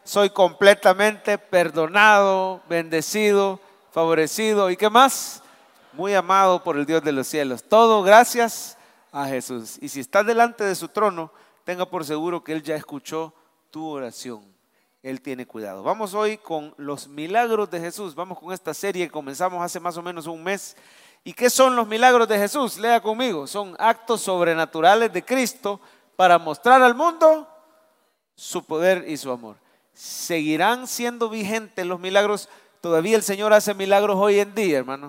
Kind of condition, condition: setting, large echoing room